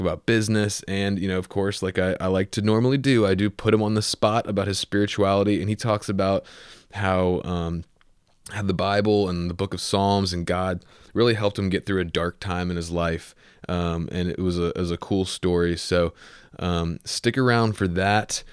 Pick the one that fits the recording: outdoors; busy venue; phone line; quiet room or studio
quiet room or studio